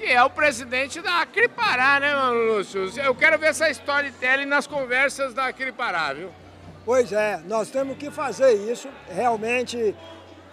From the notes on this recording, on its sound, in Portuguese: Prosa boa gravada durante o “ Diálogos Boi na Linha”, evento promovido pelo Instituto Imaflora, em Marabá, no Pará.